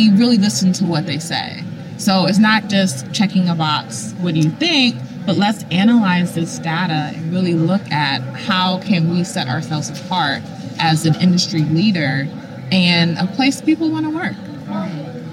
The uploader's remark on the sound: LIVE from isolved Connect. Live from the isolved Connect Conference in Nashville, TN.